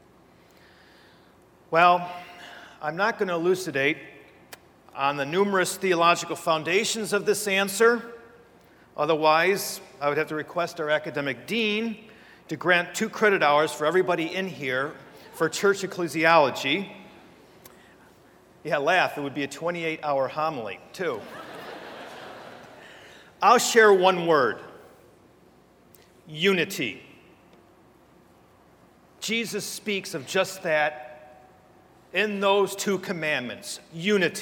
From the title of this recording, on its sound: Homily at Oath of Fidelity Mass